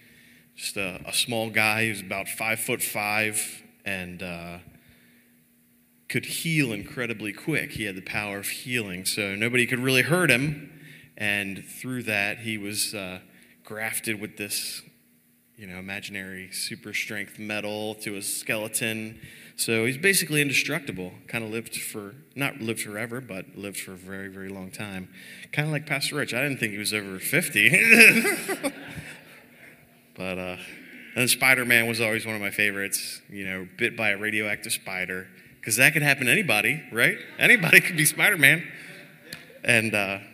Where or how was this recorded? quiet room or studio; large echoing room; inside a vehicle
large echoing room